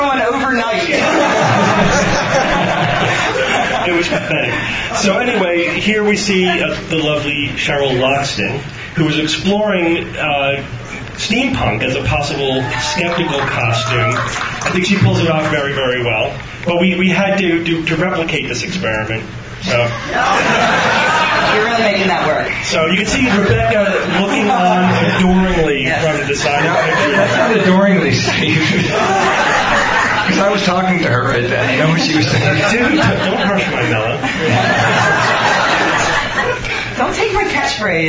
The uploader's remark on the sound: Live from DragonCon 2009. Live Q&A.